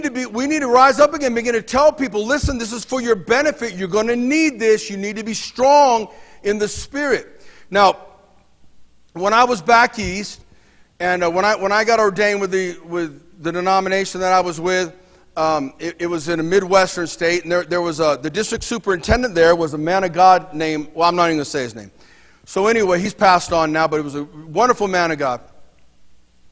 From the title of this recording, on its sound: Mt. Zion Church Live!